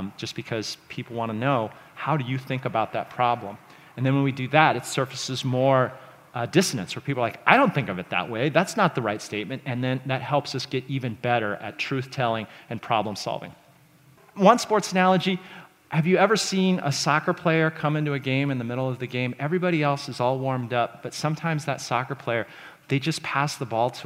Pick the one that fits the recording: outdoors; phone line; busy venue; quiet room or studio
busy venue